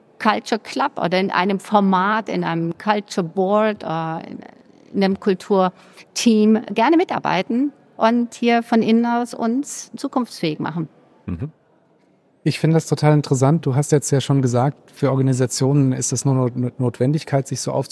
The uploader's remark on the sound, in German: Bei unserem dritten und letzten Podcast, den wir auf der solutions: Konferenz in Hamburg aufgenommen haben